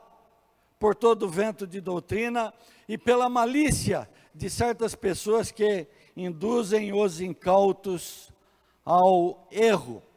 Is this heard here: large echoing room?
yes